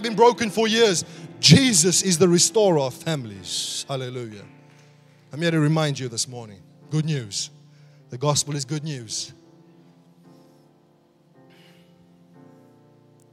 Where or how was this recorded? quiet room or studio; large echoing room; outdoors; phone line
large echoing room